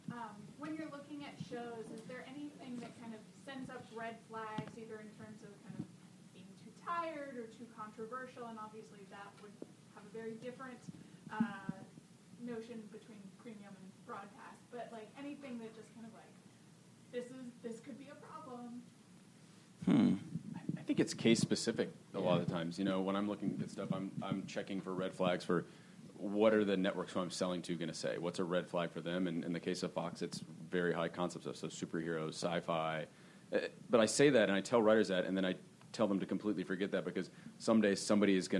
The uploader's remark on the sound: “The Buyers” panel from ATX Television Festival. Recorded Friday, June 5, 2015 at ATX.